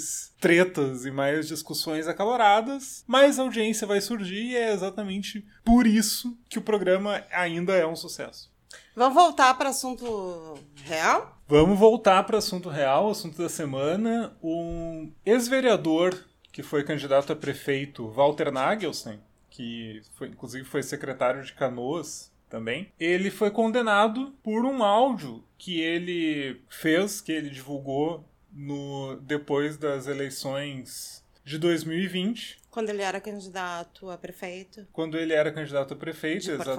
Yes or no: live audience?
no